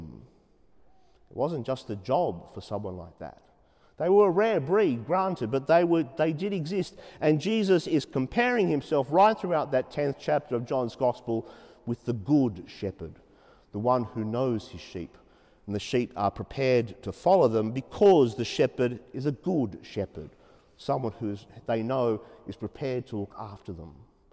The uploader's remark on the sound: 30pm Saturday evening Mass in Sacred Heart Cathedral, Hamilton.